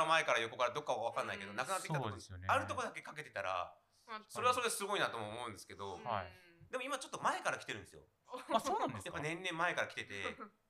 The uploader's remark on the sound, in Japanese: はじめてのオフライン収録につき、音声が小さめです。ごめんなさい！！